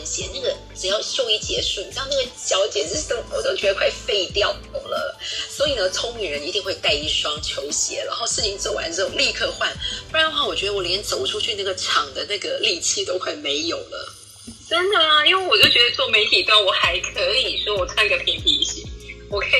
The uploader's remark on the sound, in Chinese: 本集採線上錄製